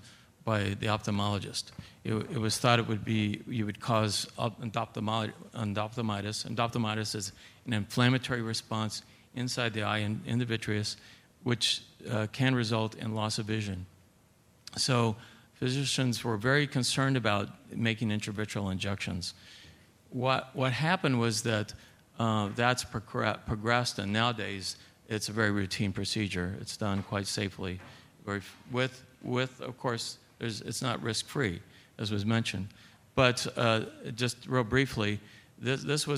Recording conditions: busy venue